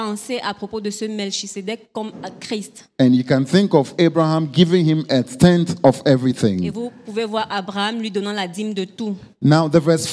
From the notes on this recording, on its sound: Preached during Joyful Hour Sunday Service Rabat